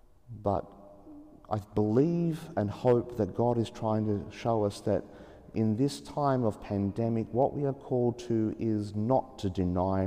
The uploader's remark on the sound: As preached in an empty Sacred Heart Cathedral, Hamilton as Mass was celebrated at 9.30 am in the absence of the assembly.